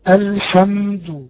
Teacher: شوف الحمد كأني طولت الميم شوية كده وهكذا · Term: صفه البينيه